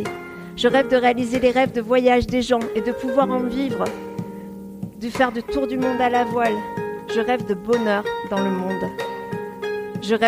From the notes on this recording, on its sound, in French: Retrouvez la captation audio de ma conférence spectacle. Jouée à la soirée organisée par l'association Force Femmes et la CEPAC.